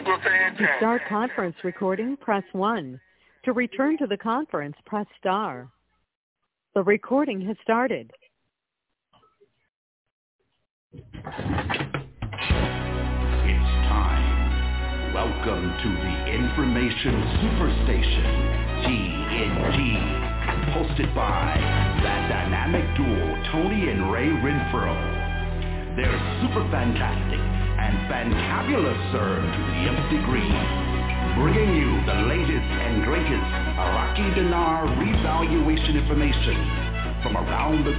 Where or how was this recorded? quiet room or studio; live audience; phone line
phone line